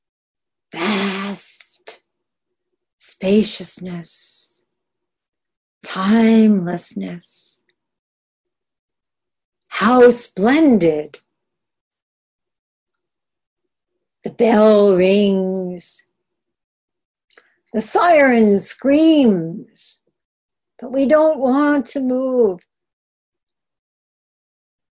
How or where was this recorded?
video call